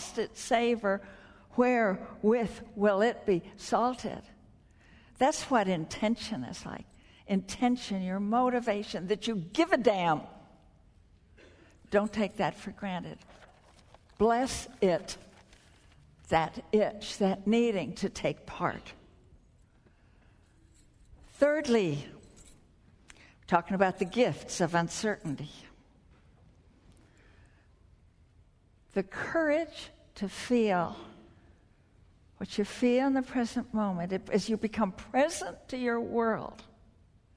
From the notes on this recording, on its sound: spoke at the 2009 Bioneers Conference held in San Rafael, California